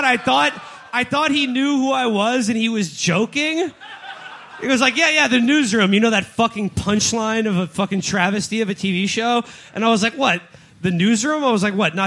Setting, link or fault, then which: setting, live audience